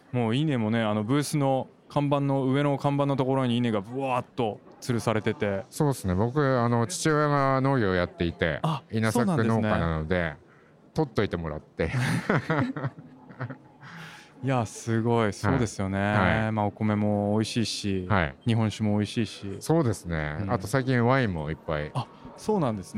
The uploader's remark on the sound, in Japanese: 今年2月に東京・恵比寿で行われた中川政七商店主催の小売店向け合同展示会「大日本市」の現場レポートをお送りします。